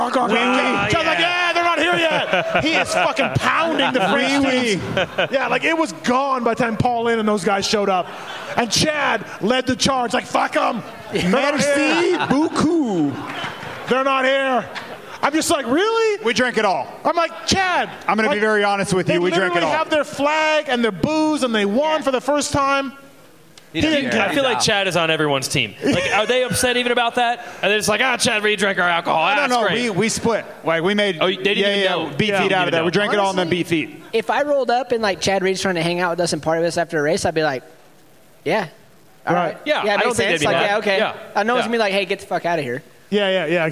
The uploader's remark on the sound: Pulpmx/Racer X LIVE Podcast show from Oriental Theatre in Denver. Live from the Oriental Theater in Denver, Colorado.